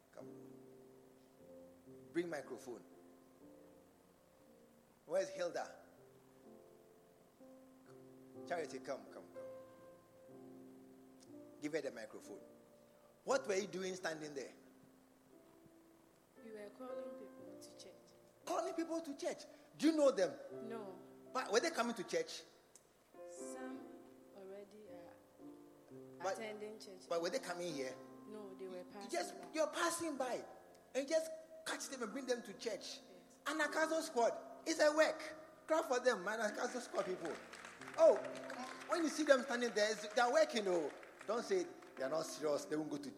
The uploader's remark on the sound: Preached at the True Vine Cathedral